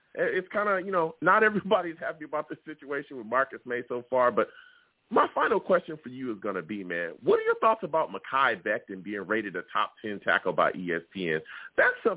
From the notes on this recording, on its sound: I take live callers!